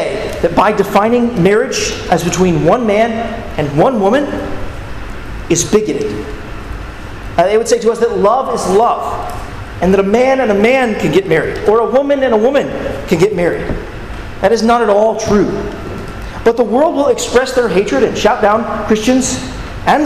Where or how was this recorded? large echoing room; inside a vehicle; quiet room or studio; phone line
large echoing room